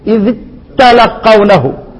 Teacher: حننطق الايه الذال والتاء تنطق مشددة. اذ تلقونه، ودي اللي فيها صعوبة اللي هي ايه، وجمع الساكنين هنا انجلى، اللي هيبقى النطق بساكنين، نطق ساكنين متجاورين هي اللي فيها الصعوبة، الصعوبة هنا.